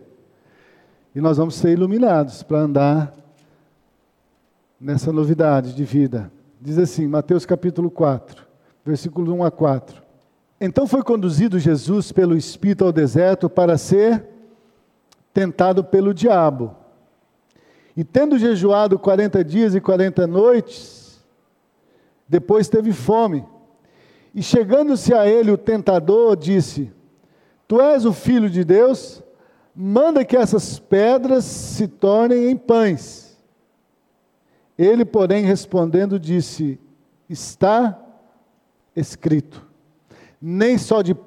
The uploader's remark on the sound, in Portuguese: Culto matutino, Escola bíblica dominical gravada em 08-03-2020 na Igreja Evangélica Batista em Campo Grande-MS.